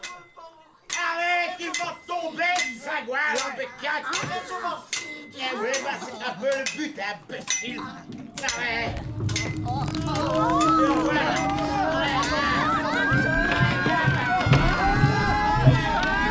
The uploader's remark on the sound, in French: En direct de La Loge. Avec bruiteur, comédiens, musiciens, et tout, et tout ?